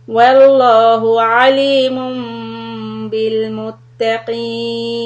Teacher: so we stop for two harakat, lips lightly on top of each other · Term: إِقْلَاب